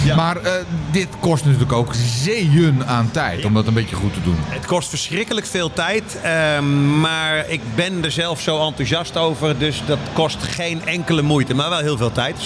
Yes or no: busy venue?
yes